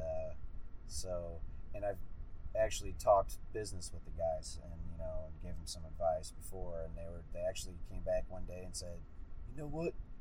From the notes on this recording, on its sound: so as with most of our mobile interviews the sound isn't perfect